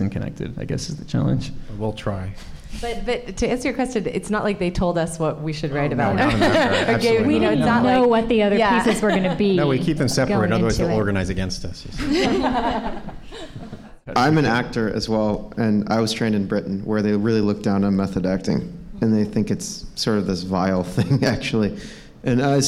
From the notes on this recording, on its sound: before a live audience